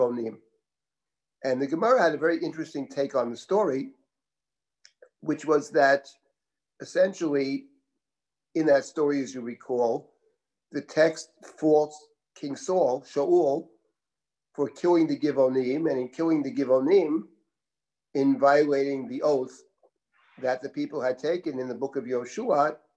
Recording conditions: video call